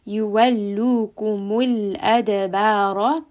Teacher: We are going to have a slight bouncing sound on the dal. Ra here is going to be heavy in al-adabara. Ra is heavy. · لَام is going to have توسط. دَال here has a قَلْقَلَة. We are going to have a slight bouncing sound on the dal. Ra here is going to be heavy in al-adabara.